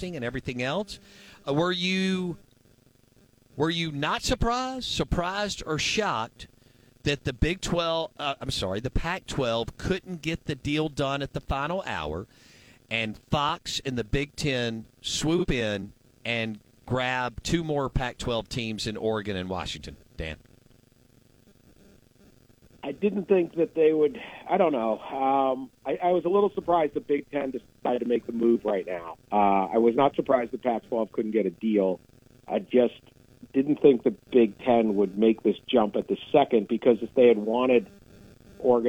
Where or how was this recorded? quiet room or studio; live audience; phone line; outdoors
phone line